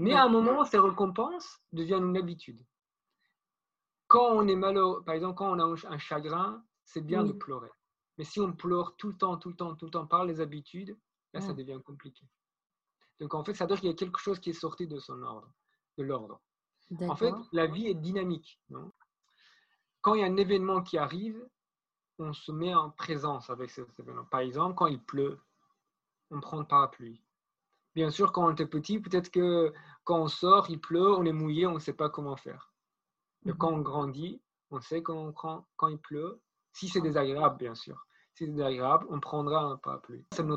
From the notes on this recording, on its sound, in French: Les conditions d'enregistrement ne sont pas optimales